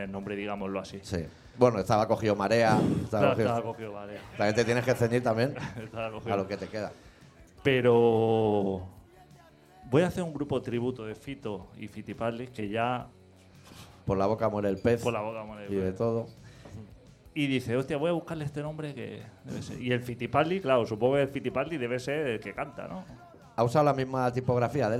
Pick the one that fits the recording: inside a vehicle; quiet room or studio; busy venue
busy venue